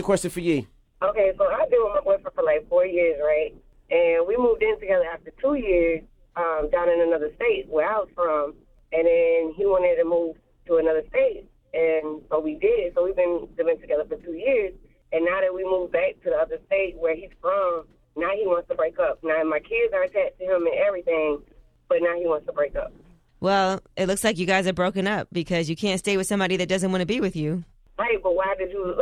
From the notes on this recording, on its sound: Callers call in for advice